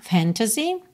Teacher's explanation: Mas você repara que o segundo A, que vem logo depois do T, ele não aparece muito. Você não diz fantasy.